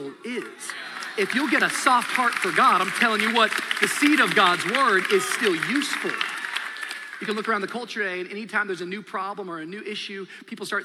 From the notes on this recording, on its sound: Shares live from Anniversary Sunday in this special message, Fresh Start.